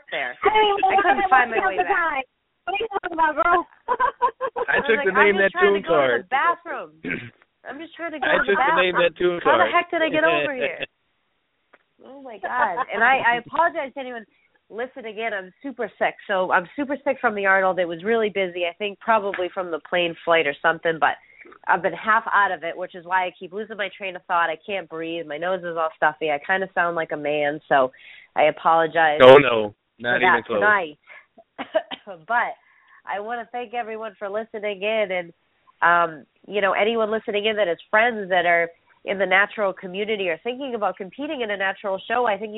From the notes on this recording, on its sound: I will be having some competitors and company representatives call in and give you the low down on how it all went.